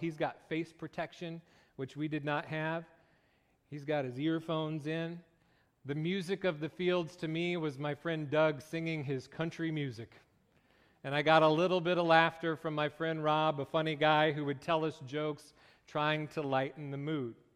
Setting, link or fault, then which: setting, large echoing room